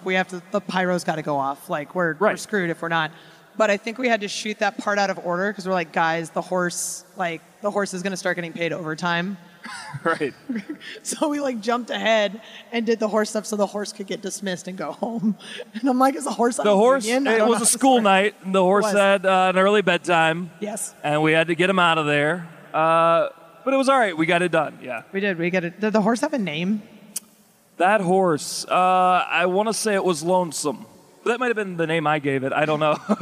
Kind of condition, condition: setting, live audience